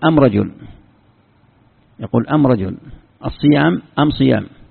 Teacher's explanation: بعض قبائل جنوب الجزيرة يبدلون ال بأم، فيقولون الرجل يقول أم رجل، يقول أم رجل، الصيام أم صيام، وهكذا.